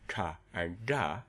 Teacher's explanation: We could model off of the plosive and say, well, we have a retroflex plosive in which the tongue tip touches the palate and the tongue is bent back. And in a plosive, we say ta and da.